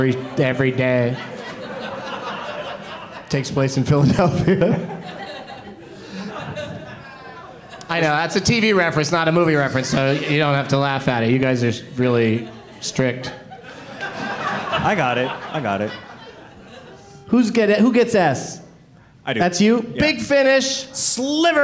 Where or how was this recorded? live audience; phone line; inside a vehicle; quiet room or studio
live audience